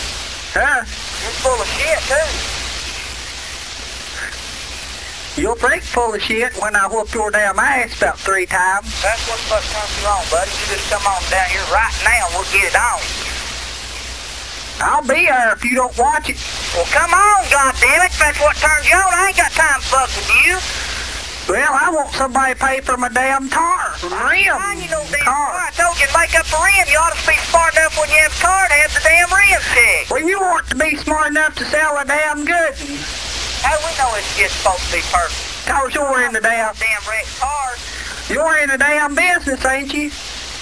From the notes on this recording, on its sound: Prank Phone Calls.